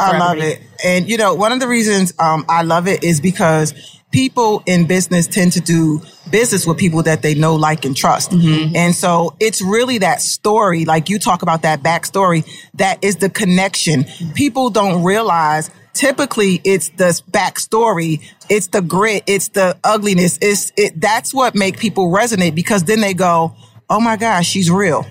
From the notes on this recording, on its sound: This is a live recording from Podcast Movement 2019 in Orlando Florida.